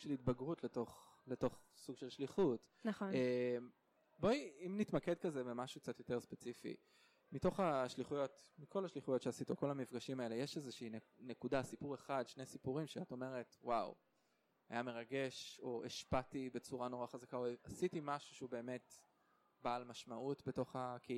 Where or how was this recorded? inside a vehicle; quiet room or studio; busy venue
busy venue